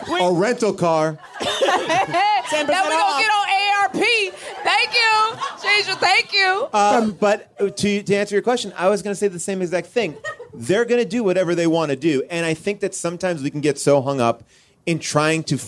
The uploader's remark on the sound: put on our first live show since the start of the Pandemmy™, OUTSIDE at Permanent Records Roadhouse